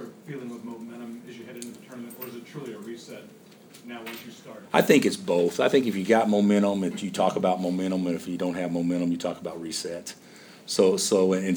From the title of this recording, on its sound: Press Conferences & Post-Game Interviews